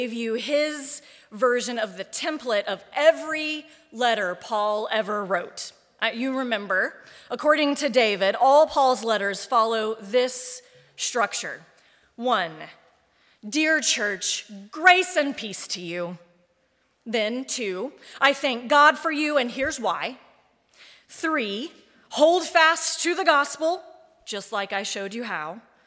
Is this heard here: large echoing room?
yes